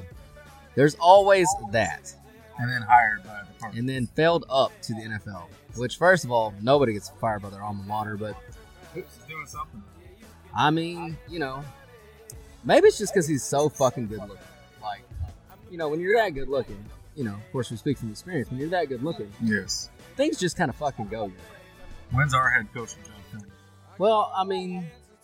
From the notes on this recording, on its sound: We do a live video poolside. Come listen or watch us drink beer and entertain you for an hour or so!!!